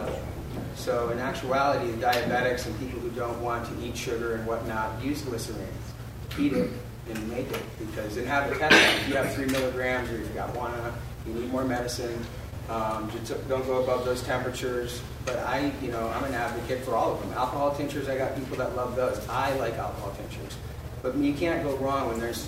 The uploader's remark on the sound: audio from the Helena Montana Medical Growers Assocation Cannabis Symposium